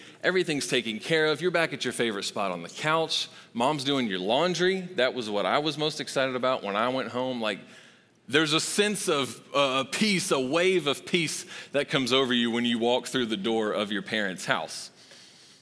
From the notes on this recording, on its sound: Recorded live at Long Hollow Church.